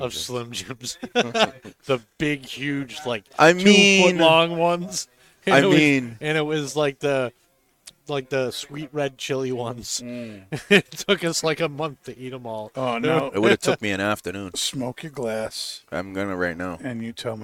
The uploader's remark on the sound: Recorded live from the 7-20-4 Lounge!